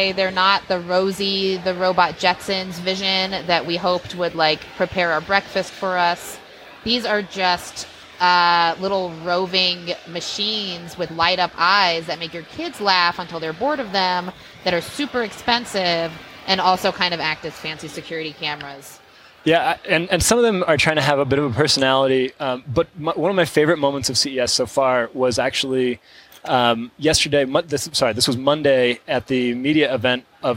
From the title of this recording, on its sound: Live from CES